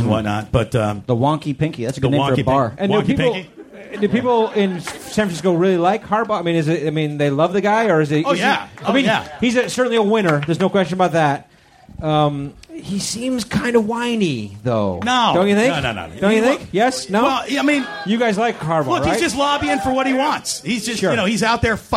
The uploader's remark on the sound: Our first LIVE podcast. Recorded at the Punchline Comedy Club in San Francisco for SF Sketchfest.